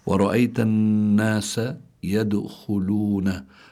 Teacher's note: هون الدال ساكنة وهي من حروف قطب جد، فلابد من إظهار القلقلة، لكنها ليست القلقلة هنا ليست بقوتها إذا كانت في آخر الكلمة عند الوقف.